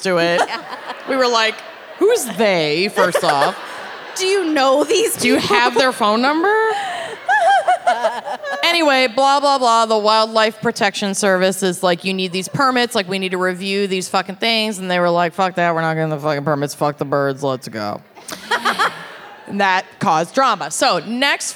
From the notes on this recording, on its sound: LIVE from Thalia Hall